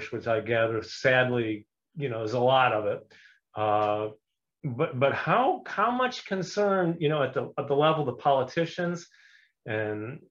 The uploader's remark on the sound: For those joining us on Zoom. Welcome to another live stream from us at HTJ.tax.